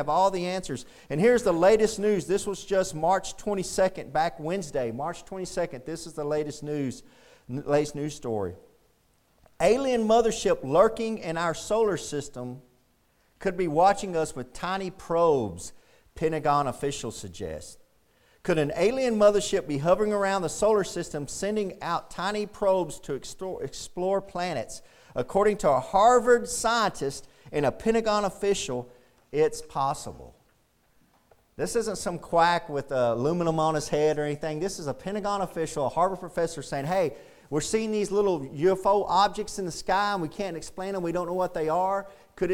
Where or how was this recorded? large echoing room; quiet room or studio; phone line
large echoing room